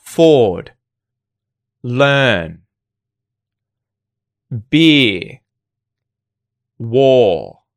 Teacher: Australian English is non-rhotic, just like received pronunciation in British English, meaning that the R sound is only said if it's followed by a vowel sound. So in the case of words like beer and war, the R sound isn't said unless words coming after those words begin with a vowel sound.